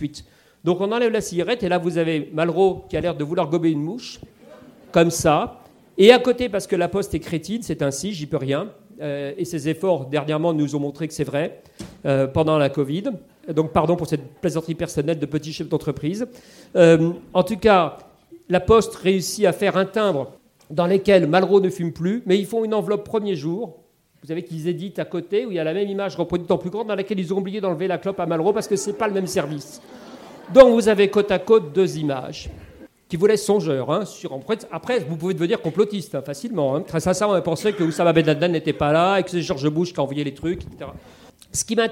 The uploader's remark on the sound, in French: lors d'une conférence inédite